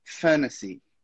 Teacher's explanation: Com o sotaque americano, você inclusive vai acabar cortando aquele T ali falando fantasy.